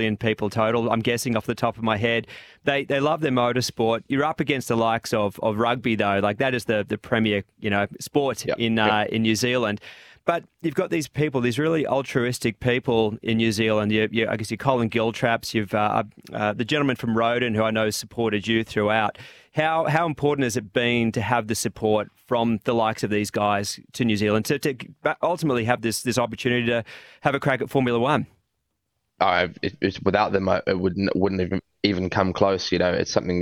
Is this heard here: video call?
no